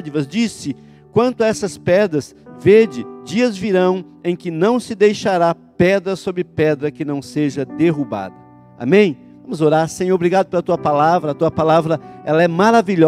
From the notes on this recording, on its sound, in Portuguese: em nosso Culto de Celebração, dia 10/05/2020 na Igreja ABA Curitiba (Transmitido ao vivo)